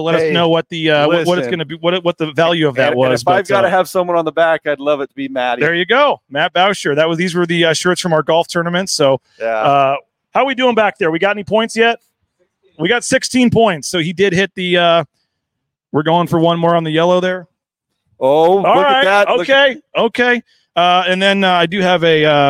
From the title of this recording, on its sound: BNN LIVE from TopGolf